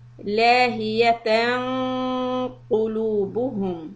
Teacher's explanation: for the ghunna we're going to make it heavy. And to make it heavy we're going to push the tongue back so that it hits the makhraj of qaf.